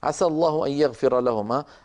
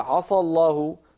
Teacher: فإن قال عصى الله غير المعنى والعياذ بالله، وبل أتى بمعنى قبيح جدا فقط لأنه فخم السين · Shown in: second take